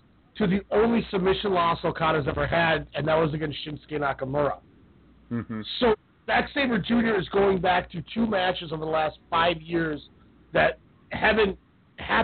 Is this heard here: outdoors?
no